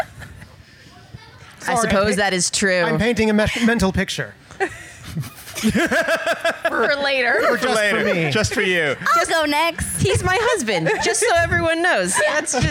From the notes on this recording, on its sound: Live at IndieCade. We're releasing the complete LIVE SHOW from last fall's IndieCade.